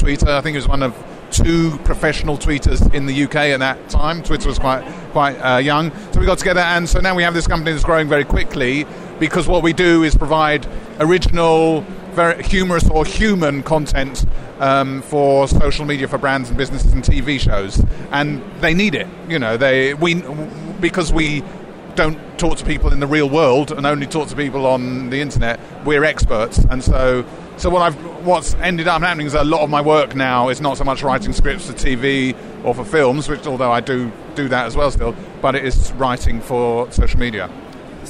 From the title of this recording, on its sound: Live From Web Summit 2016 in Lisbon, Portugal!